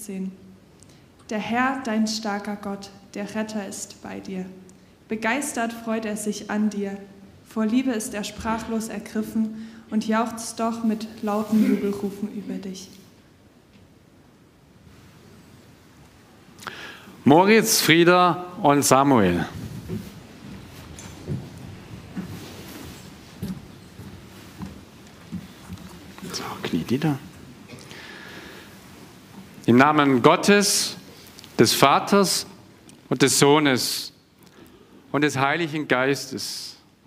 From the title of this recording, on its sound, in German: Konfirmationsgottesdienst